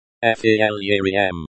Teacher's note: You can pronounce it as film. The M at the end is very soft, barely audible.